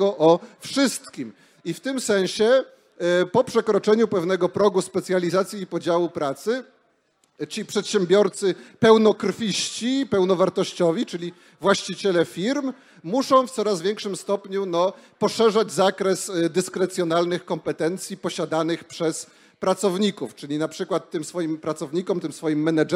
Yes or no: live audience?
yes